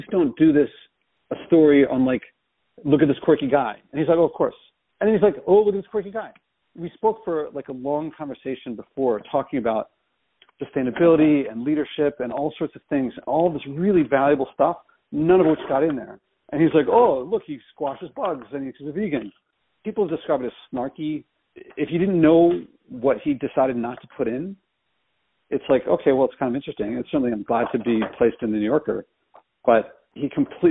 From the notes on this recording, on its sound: She told me she would record it, but since we were talking on the phone and I wasn't using my recording microphone, I forgot. Unrehearsed and raw.